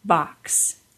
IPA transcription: ks